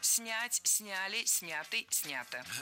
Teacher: Я точно не соглашусь, потому что промо было не снято, а снято. Ударение в этом кратком причастии оставляем на корне, как и в большинстве глагольных форм.